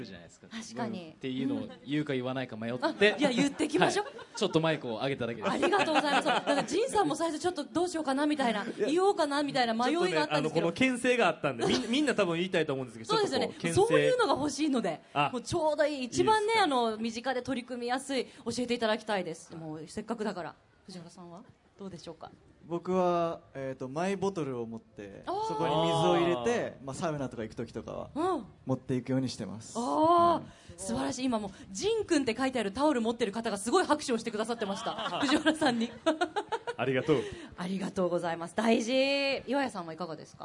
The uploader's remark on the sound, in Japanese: 大阪・松原市で行われた公開録音（後半）の模様。